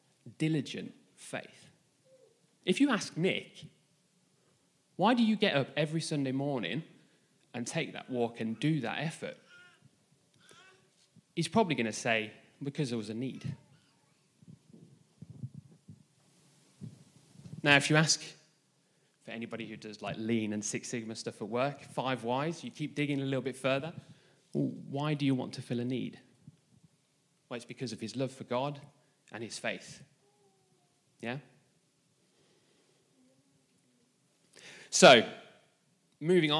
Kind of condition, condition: setting, live audience